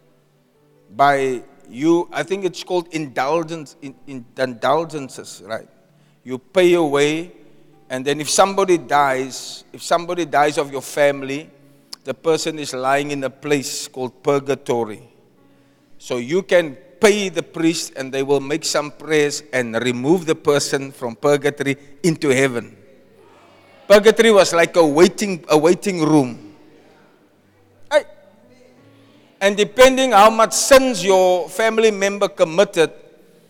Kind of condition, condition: setting, large echoing room